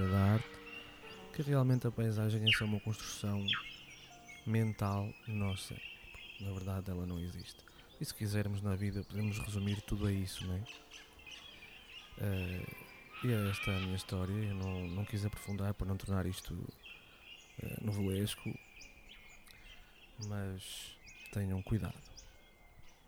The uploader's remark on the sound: Áudio Derivas é um podcast do Teatro da Didascália, sob a forma de escapadelas sonoras pela paisagem de Joane.